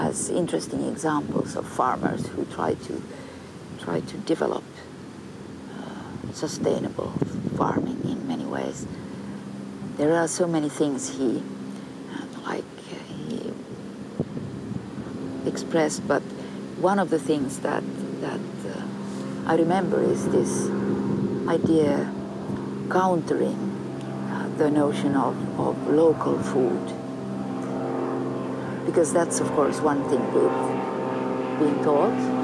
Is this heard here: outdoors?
yes